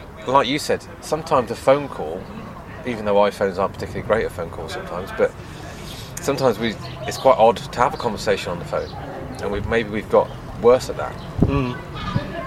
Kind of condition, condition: setting, busy venue